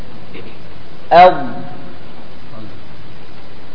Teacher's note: المخرج الرابع من أول حافته إلى ما يلي الأضراس من الجانبين أو من أحدهما، ويخرج الضاد